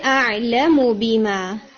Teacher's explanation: میم کو آپ نے شارٹ کر کے پڑھنا ہے یہ آپ کا تھوڑا میم سٹریچ ہو گیا تھا